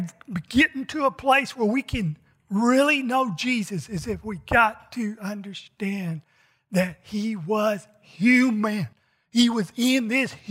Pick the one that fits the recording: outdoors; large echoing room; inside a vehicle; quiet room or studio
large echoing room